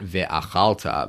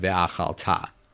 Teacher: the accent goes forward to the end of the verb · Shown in: second take · not ve'achalta, but ve'achalta.